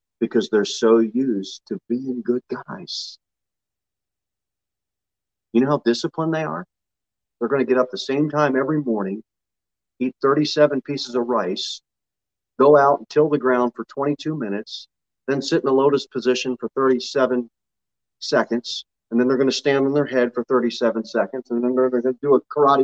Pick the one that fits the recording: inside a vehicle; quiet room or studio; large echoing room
large echoing room